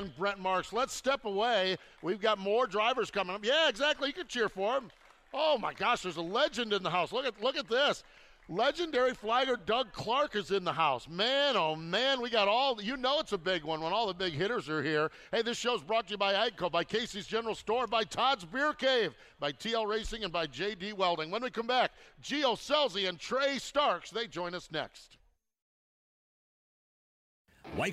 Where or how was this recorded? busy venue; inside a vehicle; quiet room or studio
busy venue